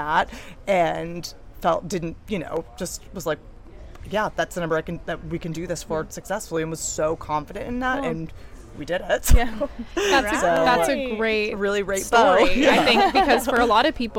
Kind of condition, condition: setting, busy venue